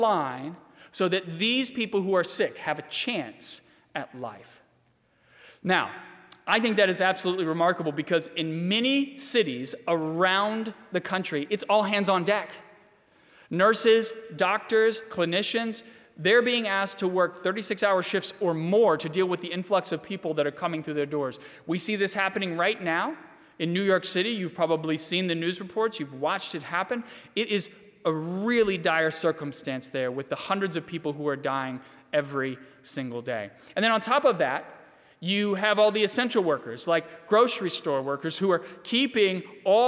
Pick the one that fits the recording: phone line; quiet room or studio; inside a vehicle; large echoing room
large echoing room